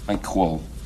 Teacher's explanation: what Malkovich does here is something that no Russian speaker speaking English would actually do, which is palatalize everything.